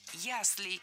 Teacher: Было сказано «система ясель», но это неверно. Правильный вариант – «яслей» с ударением на первом слоге и окончанием «ей».